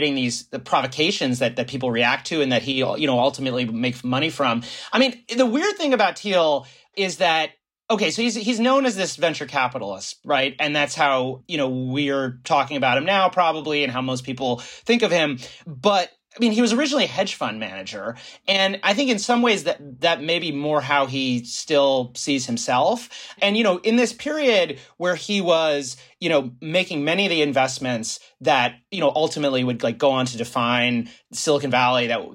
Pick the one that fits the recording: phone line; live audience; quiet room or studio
quiet room or studio